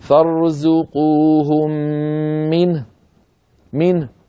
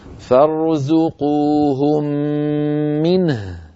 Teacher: لابد من بيان الهاء المتطرفة الساكنة · Shown in: second take · كهذا المثال هكذا فارزقوهم منه، نبين سكون النون ونبين سكون الهاء.